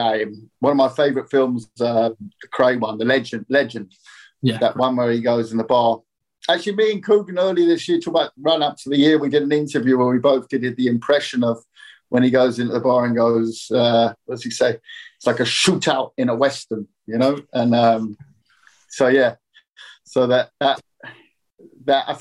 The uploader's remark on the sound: VIA ZOOM